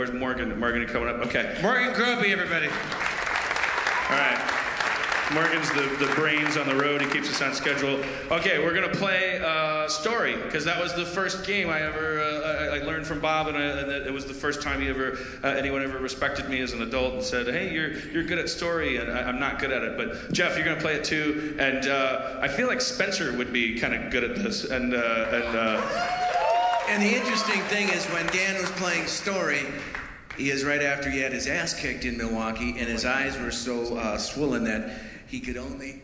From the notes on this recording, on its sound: Harmoncountry: Madison, WI. The audience shouts weird things!